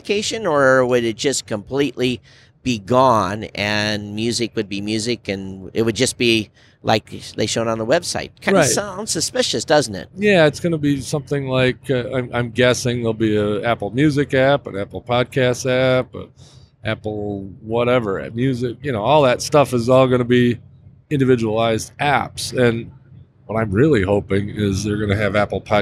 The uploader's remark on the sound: Live from Las Vegas at NABShow 2019. NABShow recap, recorded on the last day.